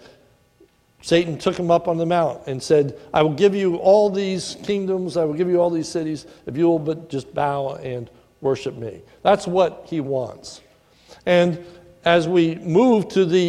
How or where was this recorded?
large echoing room